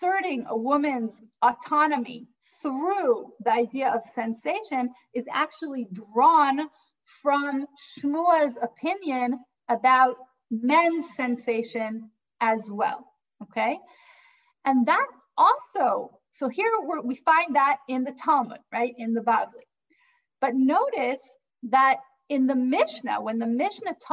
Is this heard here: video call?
yes